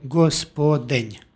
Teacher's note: U crkvenoslovenskom je gospodenj, gospodnja, gospodnje. Dakle, u svim padežnim oblicima krajnji suglasnik osnove palatalizuje se, umekšava se i imamo izgovor nj, dakle gospodenj.